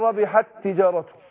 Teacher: حكم المثلين الصغير الادغام، فبضغم التاء الاولى في التاء الثانيه بنطق تاء واحده · Term: مثلين صغير